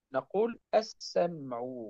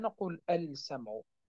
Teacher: أدغمنا تلك اللام في السين فأصبحت اللام المدغمة · Shown in: first take